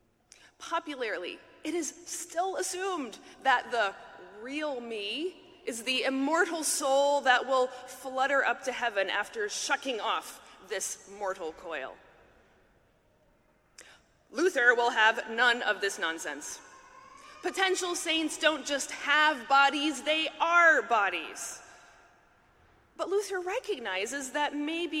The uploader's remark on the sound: talk at the 2023 Mockingbird conference in New York